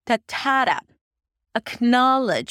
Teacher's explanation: Acknowledge, because the na is the primary stress, so I raise my pitch a little bit and I stretch the vowel, the middle vowel, the vowel that is stressed. · IPA: əkˈnɑːlədʒ